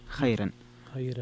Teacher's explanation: خيرا فيها ترقيق الراء لورش